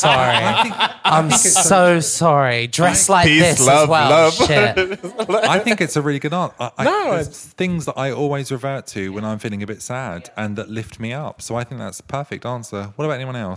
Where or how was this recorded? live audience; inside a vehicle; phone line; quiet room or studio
live audience